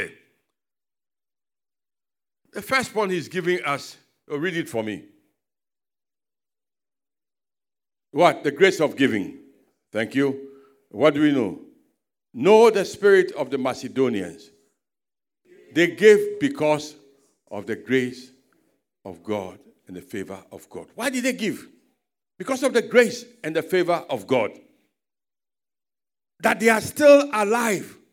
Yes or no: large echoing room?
yes